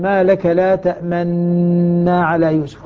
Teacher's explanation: هذه الحقيقة كلمة تأمنا كما يقرر العلماء هي عبارة عن فيها نون في الأصل نونين، تأمنونا، نون مضمومة ونون مفتوحة، أدغمت النون المضمومة بالنون المفتوحة من باب الإدغام الكبير فصارت تأمنا. فلما أدغمت أشير إلى أصل النون التي أدغمت وهي الضمة، أشير إليها بالإشمام، قال ما لك لا تأمنا على يوسف، هذا الذي أشار إليه وأدغم مع إشمامه البعض عنه.